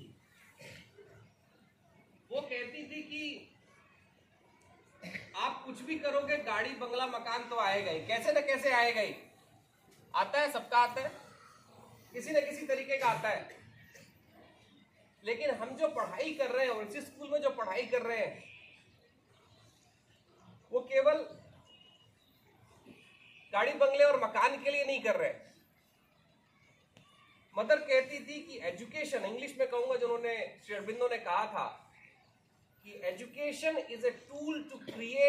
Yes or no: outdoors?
yes